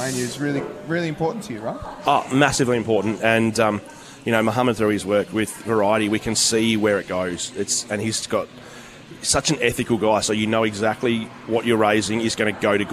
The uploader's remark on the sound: live at Banjo's Rosny